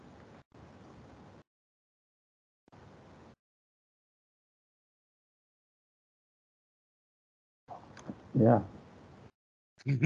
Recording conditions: video call